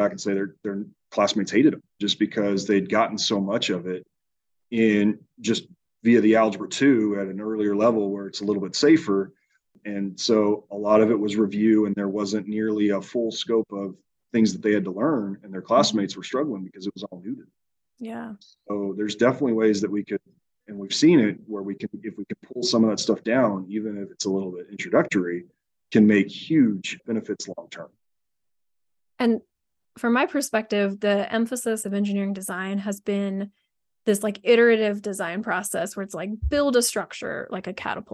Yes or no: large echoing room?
no